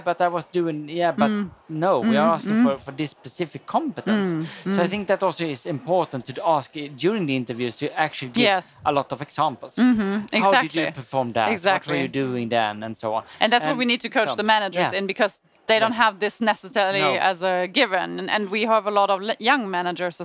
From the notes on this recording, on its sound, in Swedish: Detta är en live-podd från Ingenjörsdagen den 18 maj i Stockholm.